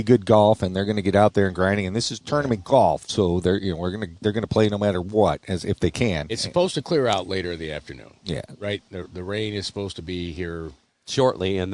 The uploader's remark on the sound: Live from the PGA Championship at Oak Hill